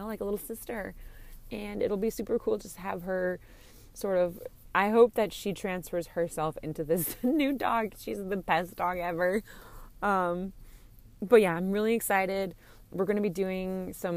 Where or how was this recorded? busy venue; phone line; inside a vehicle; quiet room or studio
inside a vehicle